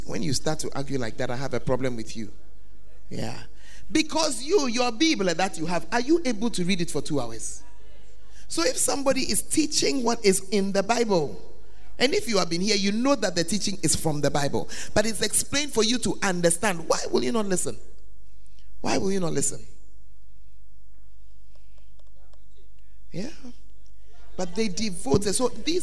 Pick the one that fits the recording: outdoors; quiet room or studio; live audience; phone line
live audience